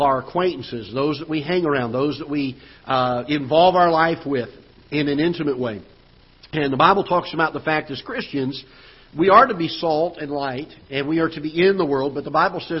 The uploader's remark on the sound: Ketha Heights Baptist Church ~ Live Broadcast